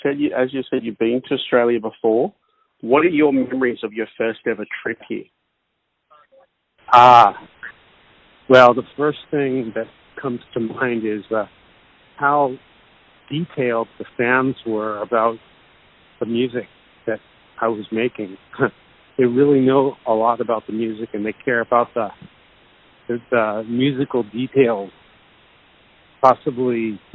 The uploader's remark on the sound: called in ahead of his Australian Tour